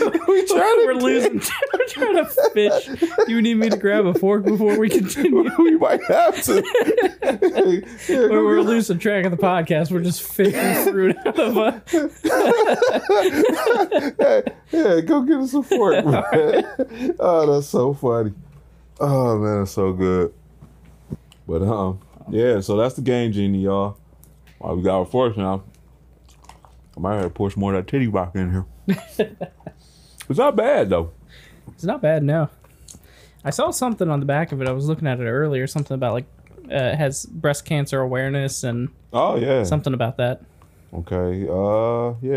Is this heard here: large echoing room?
no